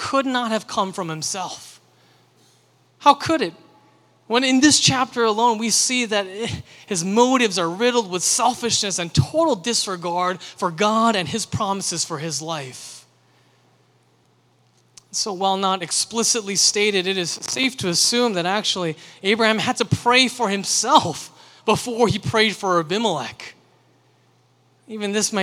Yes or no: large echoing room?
yes